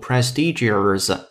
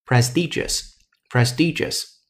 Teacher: 结尾的时候不许发儿化音 · Shown in: second take